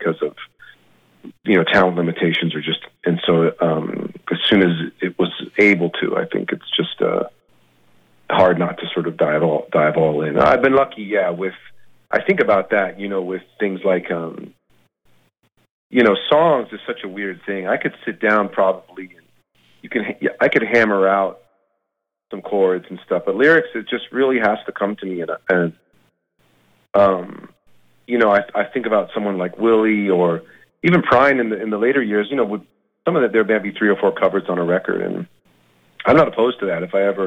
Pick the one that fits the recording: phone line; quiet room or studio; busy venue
phone line